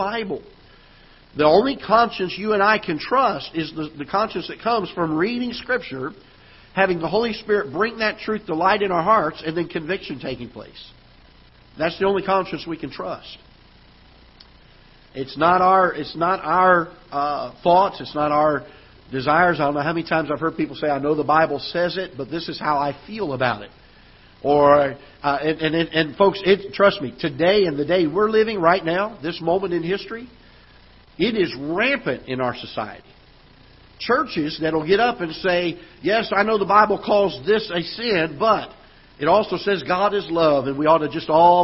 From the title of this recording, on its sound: Ketha Heights Baptist Church ~ Live Broadcast